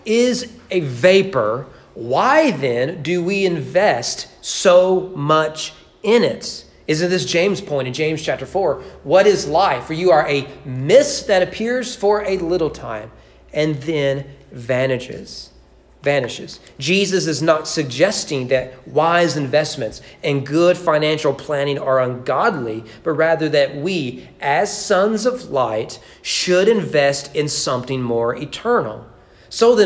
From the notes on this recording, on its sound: Sermon preached at East Frankfort Baptist Church